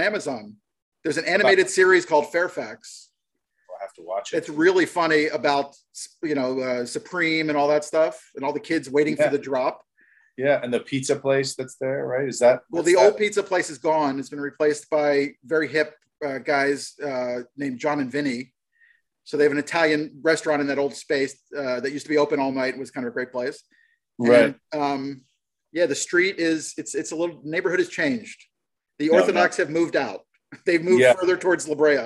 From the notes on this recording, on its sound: Shot via Zoom